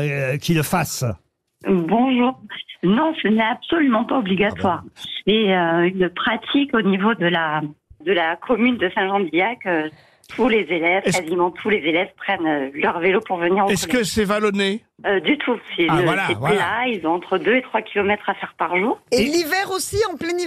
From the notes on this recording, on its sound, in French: est au téléphone des Grosses Têtes ce 9 octobre